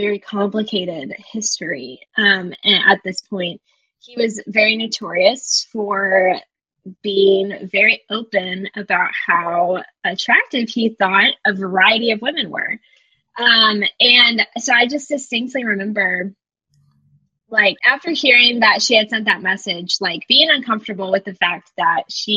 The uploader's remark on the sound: Part 1 features us revisiting high school trauma and plenty of microphone issues.